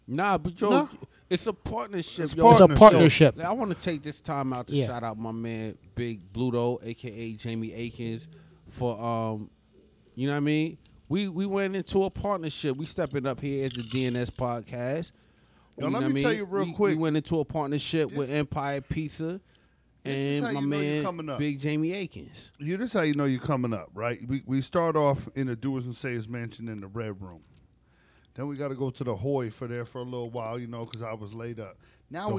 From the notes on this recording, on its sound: This week's episode is done on location at Empire Pizza.